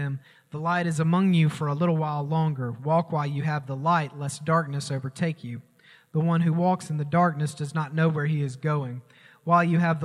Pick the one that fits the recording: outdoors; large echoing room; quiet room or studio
large echoing room